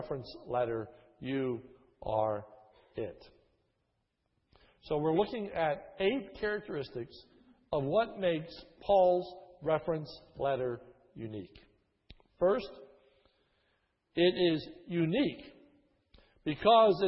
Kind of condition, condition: setting, large echoing room